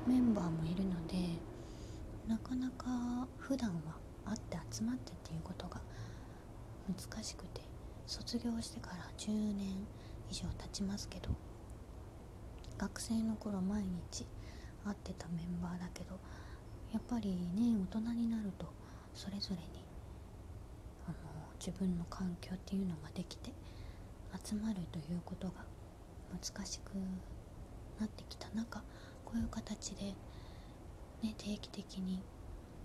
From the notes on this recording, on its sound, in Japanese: 久しぶりのベランダ配信。風が気持ち良いですね。ベランダこそこそ配信。